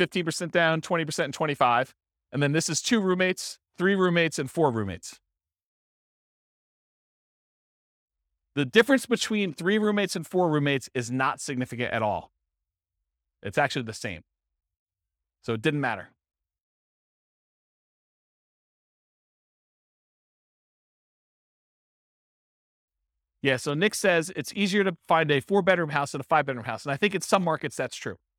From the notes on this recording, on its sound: This was a live class recorded